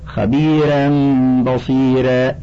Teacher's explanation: وقوله خبيرا بصيرا قرئ بترقيق الرائين